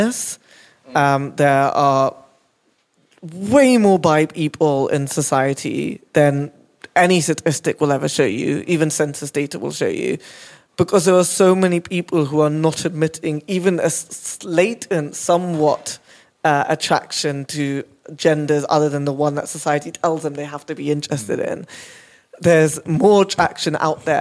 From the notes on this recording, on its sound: The podcast has been recorded over 8 weeks, in front of a live audience at Arcobaleno, an inclusive Queer space, in the heart of Kemptown Brighton. The shows feature a panel of guests, where we will be talking all things queer, and an audience Q&A too.